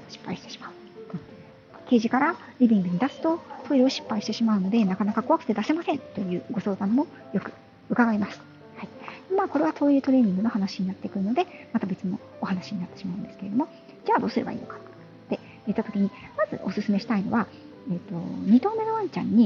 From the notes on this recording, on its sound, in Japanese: 歩きながらの収録のため、雑音多めですみません